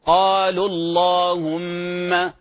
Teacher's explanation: كذلك قالوا قالوا اللهم، قالوا في حال الوقف يثبت حرف المد وهو الواو، في حال الوصل يحذف حرف المد للتخلص من التقاء الساكنين